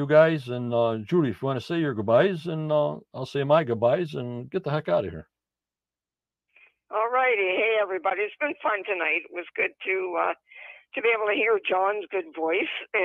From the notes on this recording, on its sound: on the phone